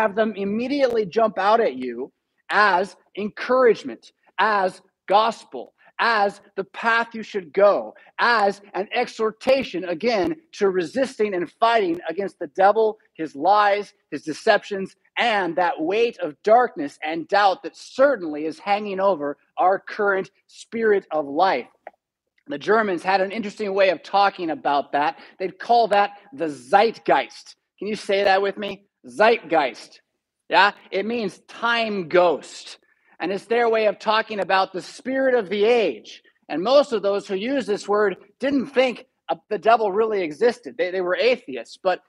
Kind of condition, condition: setting, large echoing room